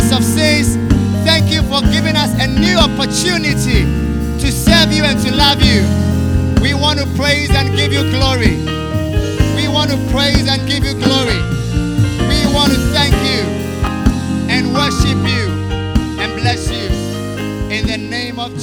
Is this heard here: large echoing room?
yes